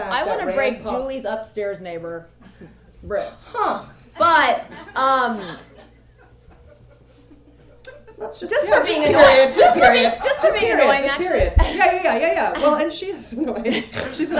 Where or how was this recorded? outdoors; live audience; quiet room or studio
live audience